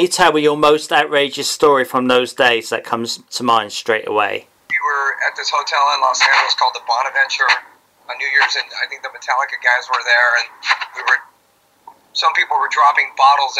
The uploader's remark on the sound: Sound Quality isnt Always great